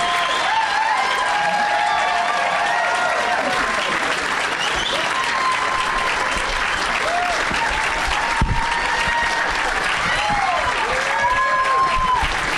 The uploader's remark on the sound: Live from Zanies in Rosemont, IL